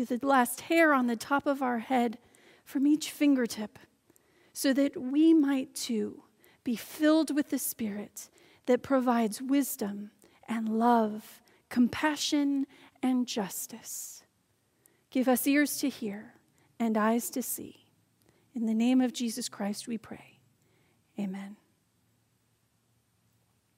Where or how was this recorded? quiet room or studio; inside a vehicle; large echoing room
large echoing room